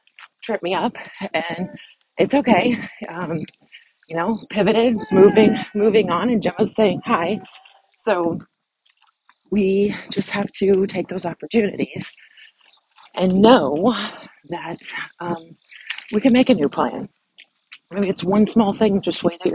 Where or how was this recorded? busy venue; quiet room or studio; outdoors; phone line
outdoors